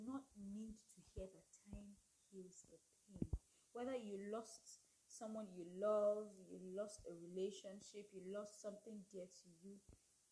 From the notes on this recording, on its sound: background noise and I couldn't bring myself to record again.